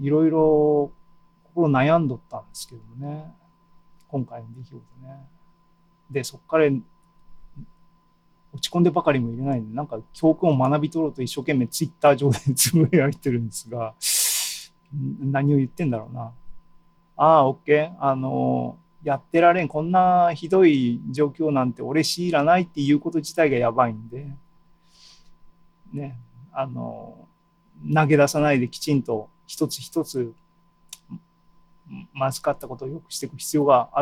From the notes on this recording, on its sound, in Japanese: ２０２２年７月２７日に開催した ZOOMライブの模様です